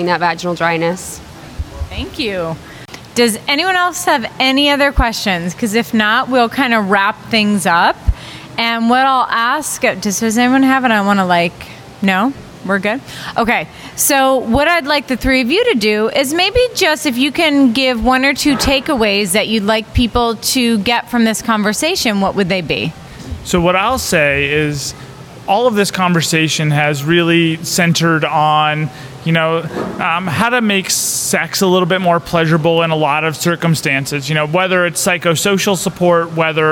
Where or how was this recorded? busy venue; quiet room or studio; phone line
busy venue